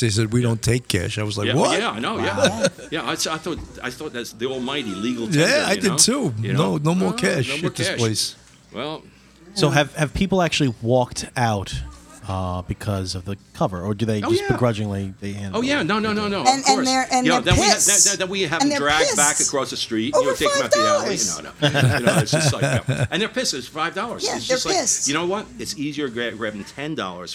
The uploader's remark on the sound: This episode was recorded at the iconic Pete's Saloon and Restaurant in Elmsford, New York. We sat down for drinks and dinner (and the best fried calamari in Westchester!).